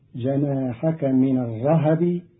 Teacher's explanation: قرأ قالون كلمة الرهب بتحريك الهاء فتصير جناحك من الرهب في إحدى لغاتها عند العرب.